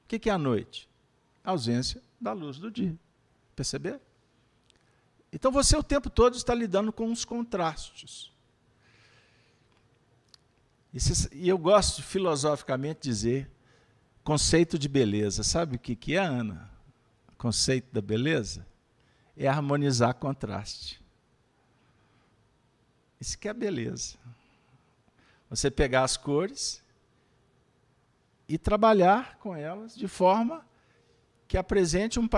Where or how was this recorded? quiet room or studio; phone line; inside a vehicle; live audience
live audience